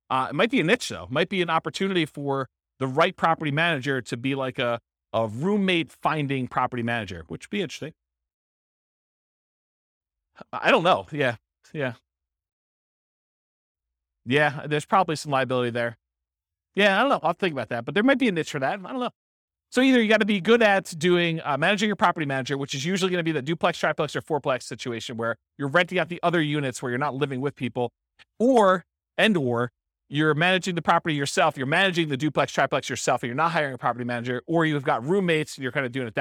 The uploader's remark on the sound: This was a live class recorded